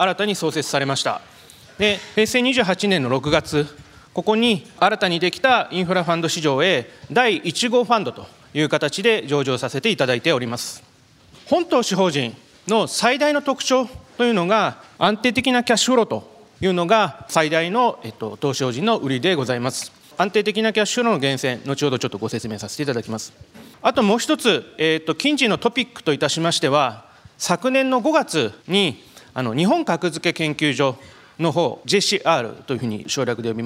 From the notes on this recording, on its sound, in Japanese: 東京証券取引所で開催した「J-REITファン2018」に登壇した